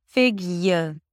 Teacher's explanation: Listen, fig-y-er. So it's a y sound, a schwa, and an r. So basically, it's a y and an r. · IPA: ˈfɪɡjər